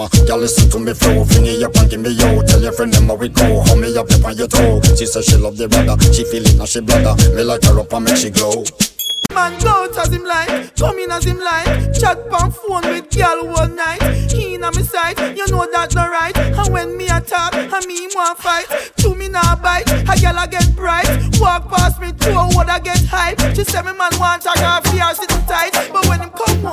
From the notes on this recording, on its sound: RECORDED WARM UP SET FROM RESIDENCY AT MISS LILY'S DUBAI